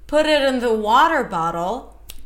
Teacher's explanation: Put it in the water bottle, set phrase, this is a unit. Put, as mildly stressed, water, the primary stress of the chunk